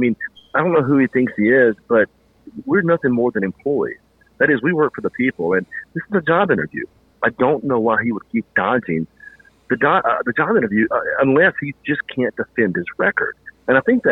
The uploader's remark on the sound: took the time tonight to call in for a no-holds barred, uncensored interview with me